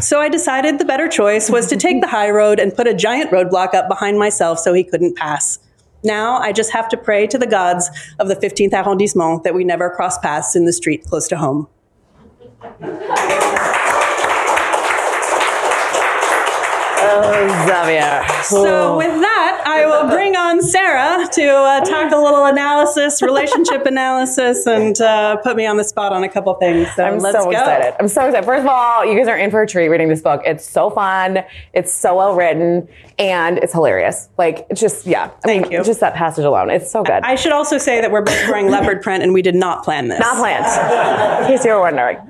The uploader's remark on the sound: recorded in front of a live audience